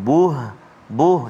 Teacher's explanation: huruf ha di pangkal halqum